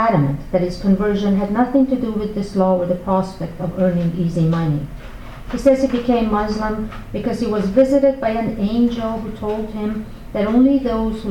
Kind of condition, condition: setting, live audience